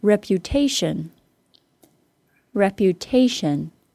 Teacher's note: We will stress on the second to last syllable, on the te.